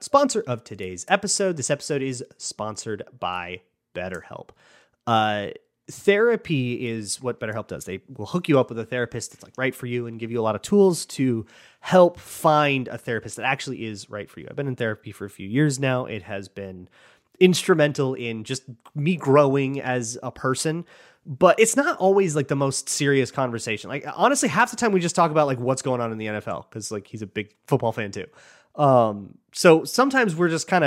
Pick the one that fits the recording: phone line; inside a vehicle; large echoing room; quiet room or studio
quiet room or studio